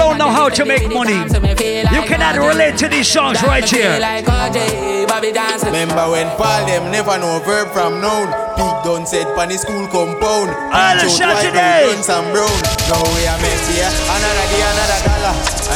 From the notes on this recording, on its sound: LIVE AUDIO! A recording of my set at Island Saturdays on May 13th.